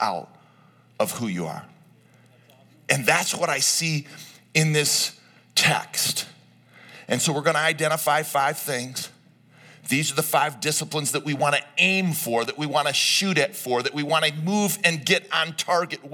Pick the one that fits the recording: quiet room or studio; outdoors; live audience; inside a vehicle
live audience